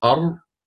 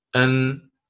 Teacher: الراء أدخل إلى ظهر اللسان من مخرج النون، من مخرج النون، فعلم أن الراء تكون من طرف اللسان مع ما يقابله كما هو معلوم عندنا من لثة الثنايا العليا.